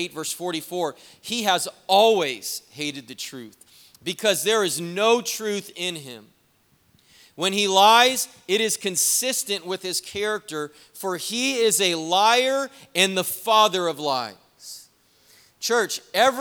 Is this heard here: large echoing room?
yes